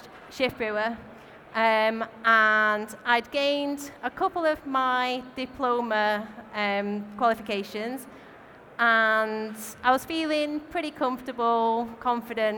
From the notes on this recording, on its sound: recorded at our Brewers Congress in London